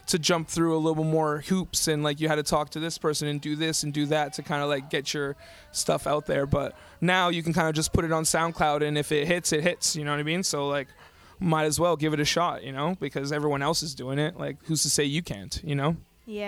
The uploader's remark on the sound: live from the Skywalk in Portage Place, Winnipeg, Manitoba